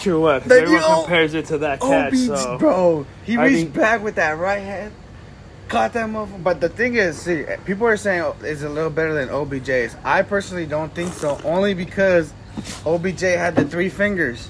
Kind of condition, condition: fault, phone or laptop microphone